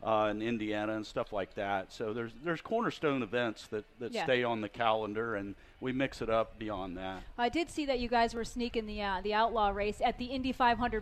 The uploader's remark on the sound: From Nashville Fairgrounds. LIVE at Nashville Fairground before the Music City Outlaw Nationals.